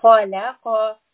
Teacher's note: Here we start with the letter kha. Kha, as we learned, is a heavy letter. It is from the upper throat. So we don't want a light khalaqa, we want khalaqa.